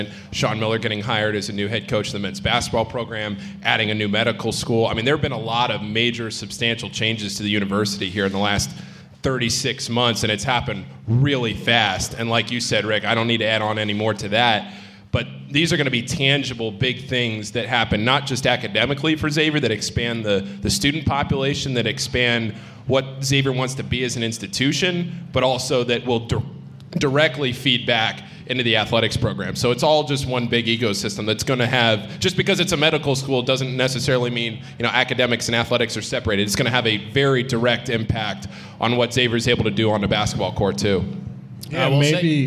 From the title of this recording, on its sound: Musketeer Report Live from Dana Gardens